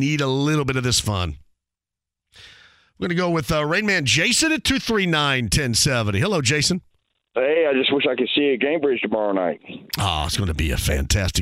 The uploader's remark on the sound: listeners on the phone!